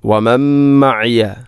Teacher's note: സുക്കൂനുള്ള നൂനിന് ശേഷം മീം, ഇത് ഗാം കാമിൽ